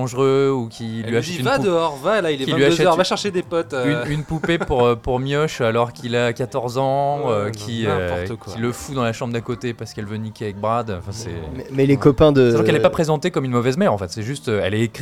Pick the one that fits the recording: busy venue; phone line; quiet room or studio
busy venue